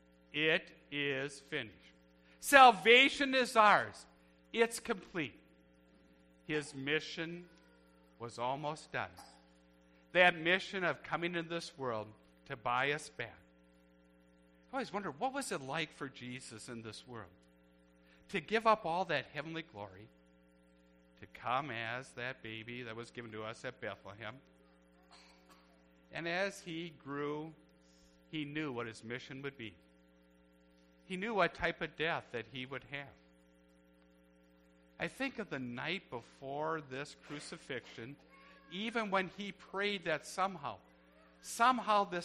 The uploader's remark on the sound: A church service recorded on Good Friday at Living Water Lutheran Church, Oshkosh, WI.